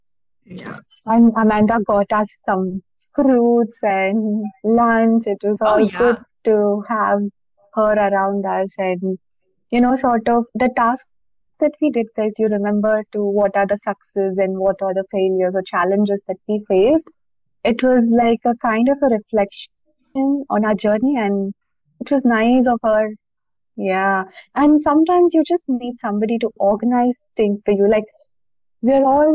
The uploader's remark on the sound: got together virtually to re-record the podcast